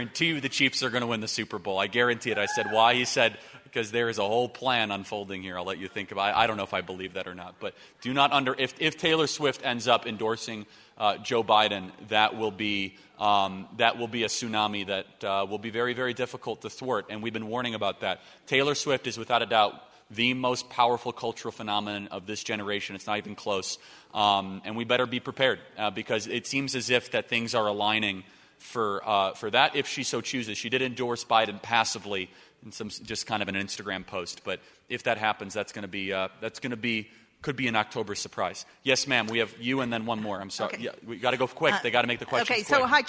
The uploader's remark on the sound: LIVE at the Restoring National Confidence Summit